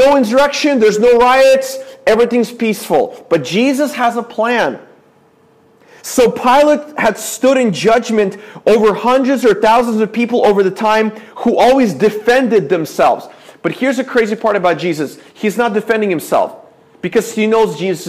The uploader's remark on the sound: This is a sermon I preached at my church